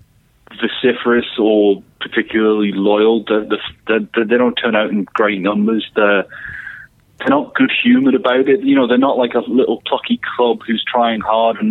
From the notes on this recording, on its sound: on the phone